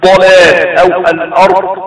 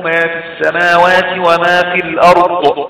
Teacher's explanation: امتداد حرف الضاد عند النطق به حتى يتصل بمخرج اللام عند الثنايا العليا · Shown in: first take · Term: الاستطالة